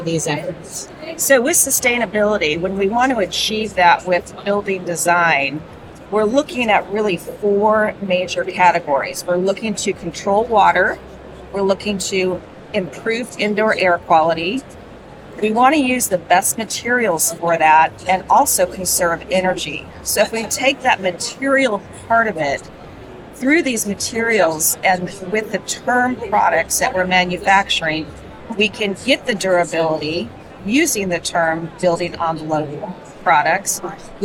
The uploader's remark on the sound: LIVE from Greenbuild 2023. We share a LIVE conversation from the 2023 Greenbuild International Conference and Expo in Washington D.C.